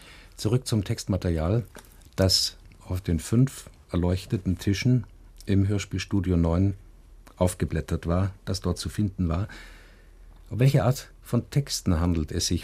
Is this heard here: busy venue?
no